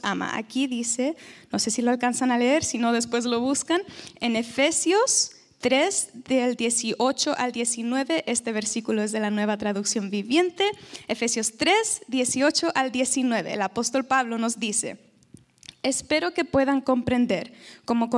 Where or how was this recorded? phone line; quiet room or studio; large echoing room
large echoing room